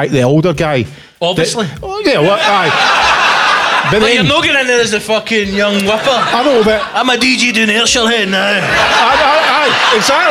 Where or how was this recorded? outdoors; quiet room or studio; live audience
live audience